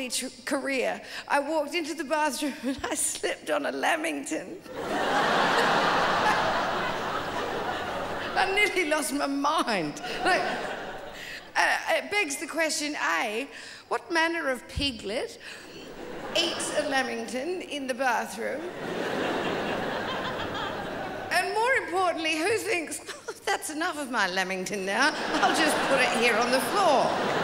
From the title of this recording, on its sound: 2007 Melbourne International Comedy Festival Gala